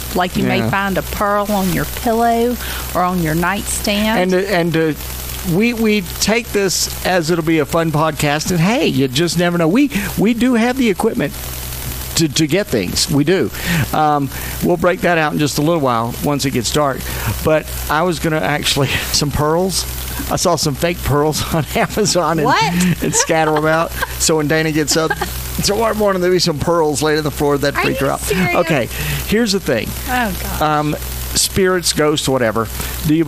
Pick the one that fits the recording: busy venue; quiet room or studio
busy venue